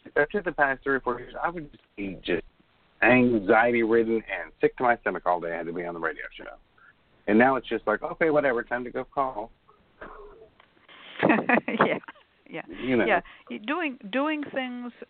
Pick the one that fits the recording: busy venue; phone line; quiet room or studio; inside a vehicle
phone line